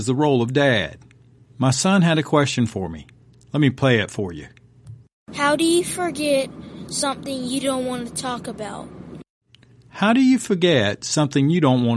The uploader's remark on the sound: My young son and I were driving home, when he dropped a question that made me pull over. We decided to turn on the mic and record it.